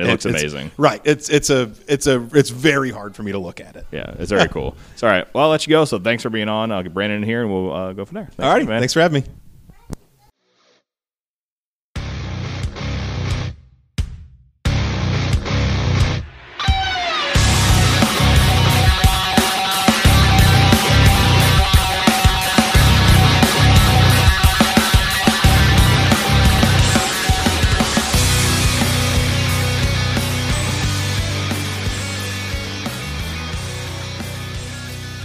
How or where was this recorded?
busy venue